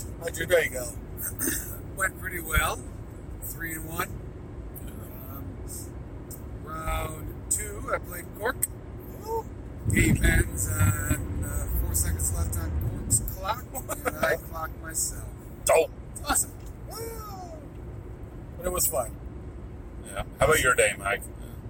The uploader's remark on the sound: Car-isode. After Dayton SWORM sweeps the Columbus Guard Tower OWC Qualifier.